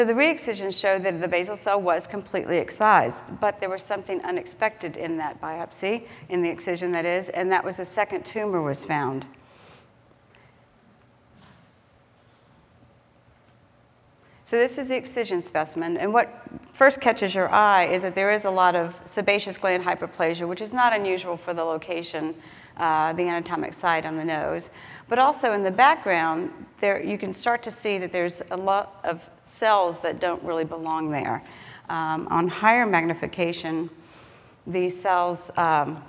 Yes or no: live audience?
yes